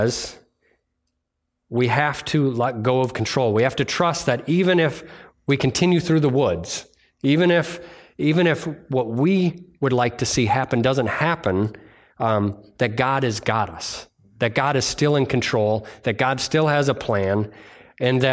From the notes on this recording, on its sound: Delivered on Sunday, June 11th at Bible Center Church in Maiden Rock, Wisconsin.